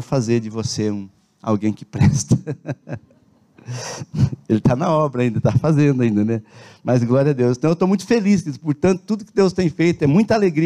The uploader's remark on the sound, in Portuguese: na Igreja ABA Curitiba (Transmitido ao vivo)